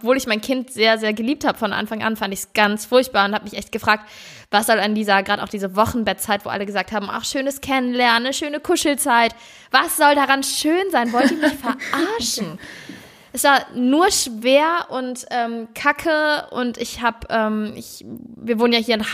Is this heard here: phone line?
no